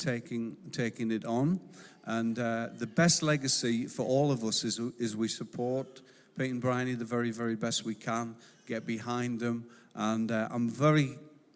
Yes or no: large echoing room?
yes